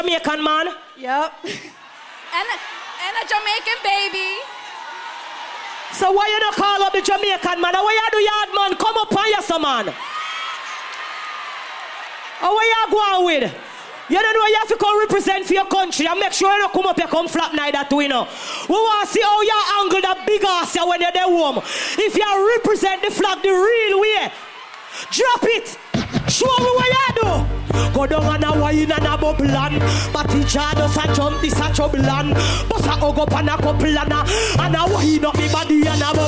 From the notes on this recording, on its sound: Live Performance Brt Weekend Atlantic City 2023.